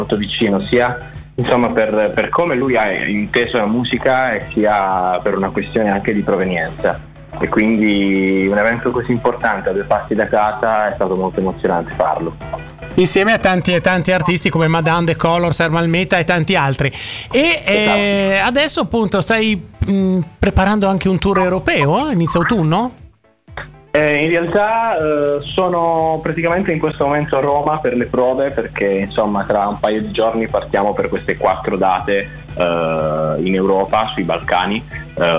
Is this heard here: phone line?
yes